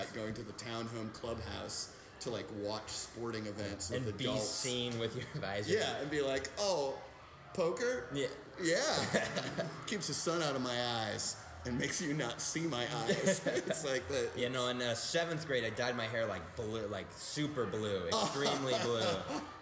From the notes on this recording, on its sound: Live from the Jangleheart Circus!